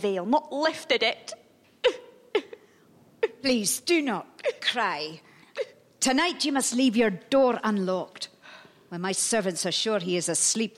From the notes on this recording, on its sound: Recorded live at The Roundhouse Camden.